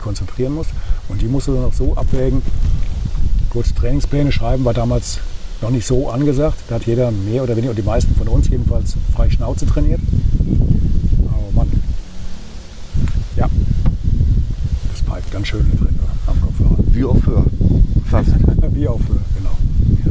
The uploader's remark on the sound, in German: Findet sich der Zuhörer mitten im bayerischen Frankenland wieder. Diese Episode ist der zweite Teil der Aufnahmen im fränkischen Roth. Diesmal am Hafen des Rhein-Main-Donau-Kanals in Roth – dort, wo sich bei der "Challenge Roth" (früher "Ironman Roth") Abertausende durchtrainierter Triathleten erst durch die Fluten des Kanals und zum Schluss über die Laufstrecke schleppen. Am eigentlichen Ort des Geschehens.